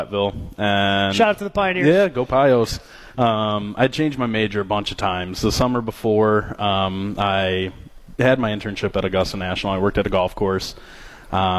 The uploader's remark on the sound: Masters preview live from Fairways of Woodside.